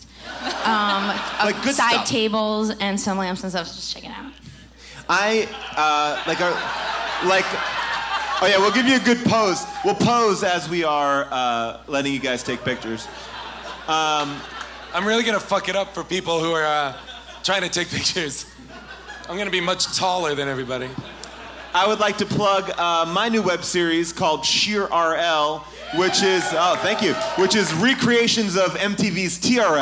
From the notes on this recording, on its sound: Recorded LIVE from Irving Plaza in New York